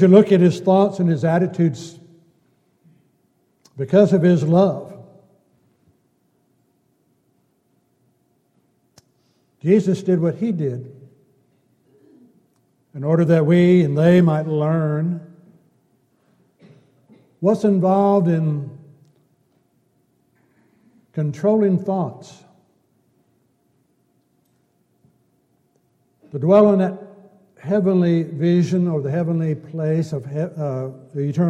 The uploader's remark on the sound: Downtown Church Of Christ Audio Sermon